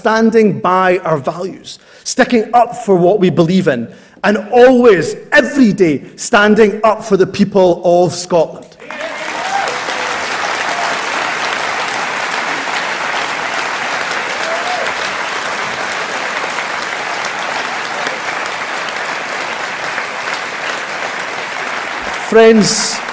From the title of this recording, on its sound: speech from SNP Conference Oct 2023